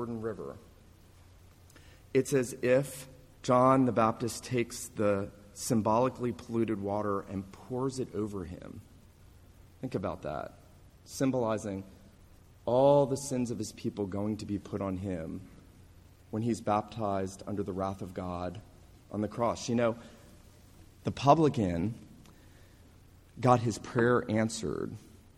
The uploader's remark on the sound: This sermon was preached at the New Life PCA, La Mesa, CA Reformation Celebration service, on Sunday morning, November 3, 2019.